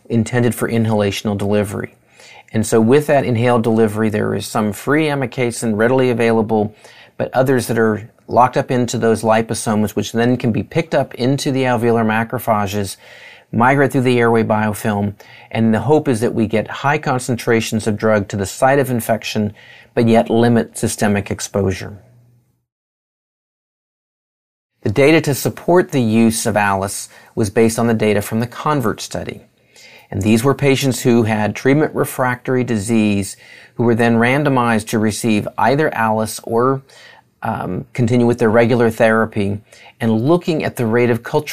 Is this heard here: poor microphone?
no